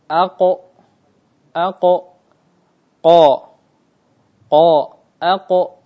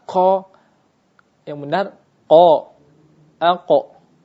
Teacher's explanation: Huruf qaf dari pangkal lidah bertemu dengan langit-langit lunak.